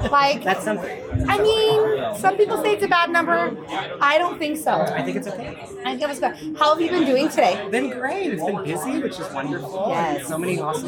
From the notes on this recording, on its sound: We're recording live from the Capital Creative Showcase 2023, a celebration of all things creative.